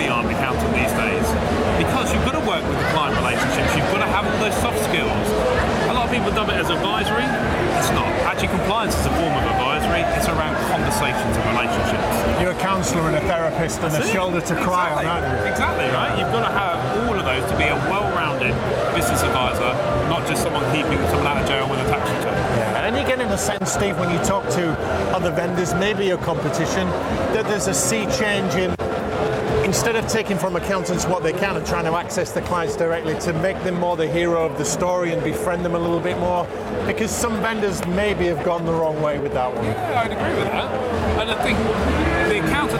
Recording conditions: busy venue